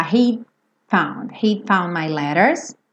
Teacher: Esse D não aparece, já vai direto pro F, tá?